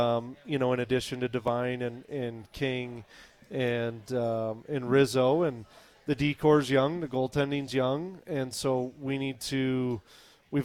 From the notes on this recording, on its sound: live at the Campus Lounge